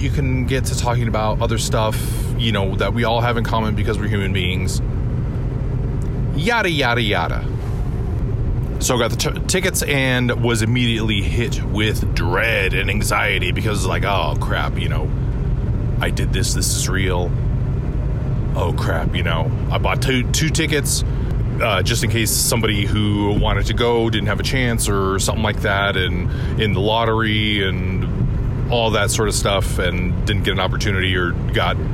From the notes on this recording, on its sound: It’s a noisy, driving in my car episode.